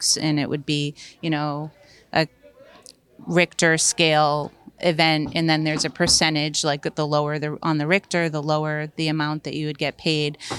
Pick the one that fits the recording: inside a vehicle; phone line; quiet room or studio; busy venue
busy venue